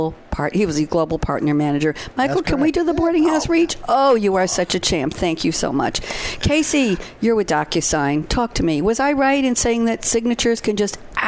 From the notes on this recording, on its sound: live at SAPPHIRE NOW 2017